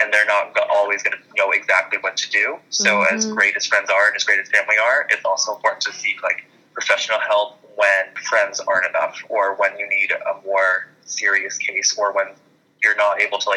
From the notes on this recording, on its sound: On this episode, I had a conference call